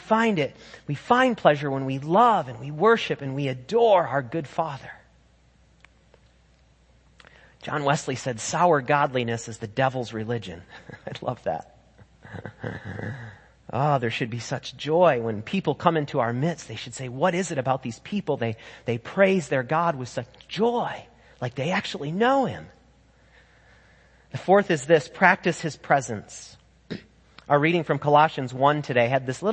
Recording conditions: large echoing room